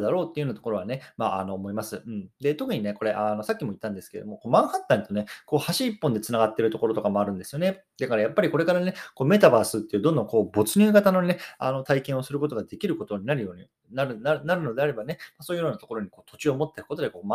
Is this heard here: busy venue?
no